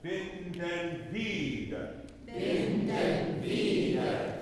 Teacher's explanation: Just cross that R off of wieder.